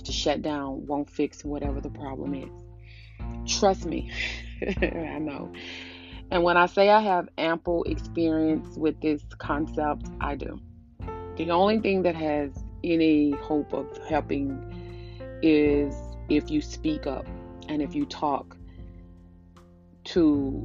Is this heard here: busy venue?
no